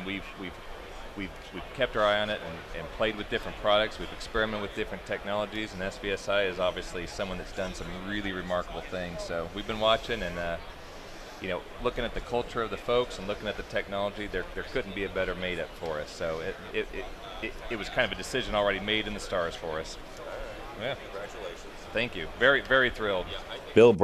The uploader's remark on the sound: Live from InfoComm 2015. Live from the InfoComm 2015 Show floor.